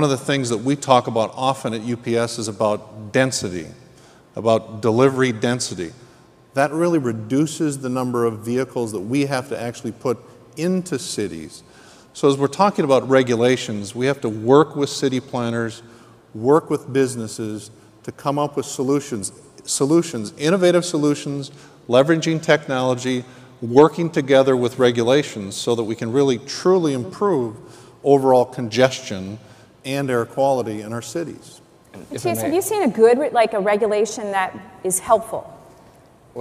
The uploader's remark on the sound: The best of live interviews from GreenBiz events.